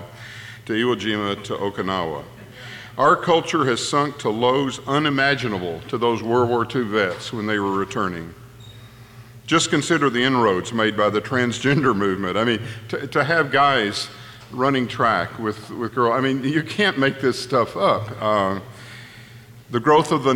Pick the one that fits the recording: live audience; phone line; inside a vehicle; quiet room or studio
live audience